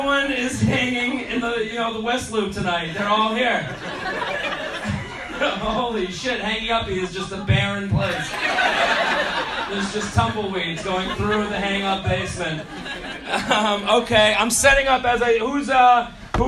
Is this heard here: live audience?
yes